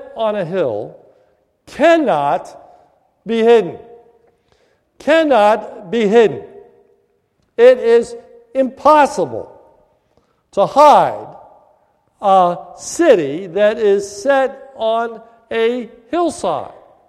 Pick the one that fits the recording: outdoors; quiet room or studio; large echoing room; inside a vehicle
large echoing room